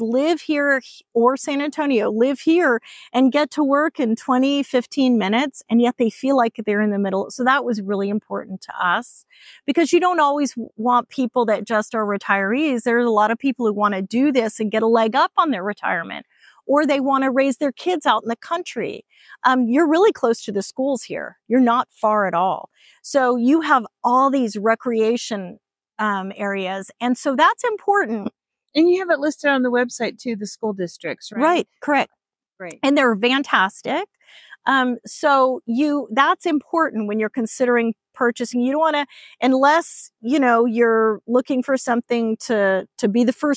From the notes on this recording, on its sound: Explore the stunning Sendera Vista subdivision as we chat on location.